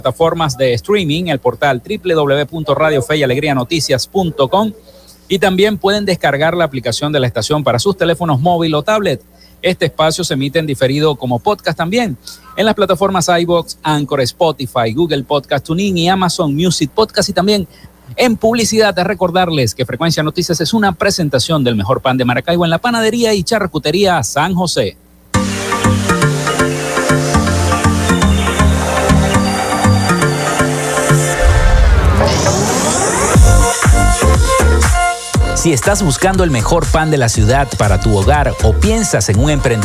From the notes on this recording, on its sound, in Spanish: en vivo desde el hotel del lago en el marco de la ExpoZulia 2022